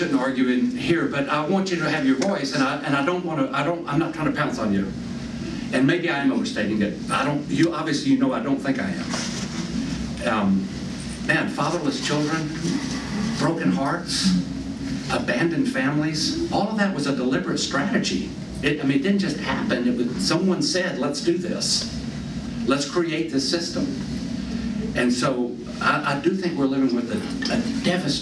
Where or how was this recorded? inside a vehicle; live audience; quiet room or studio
live audience